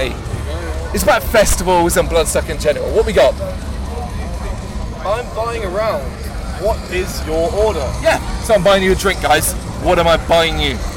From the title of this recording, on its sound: Bloodstock 2023 Interviews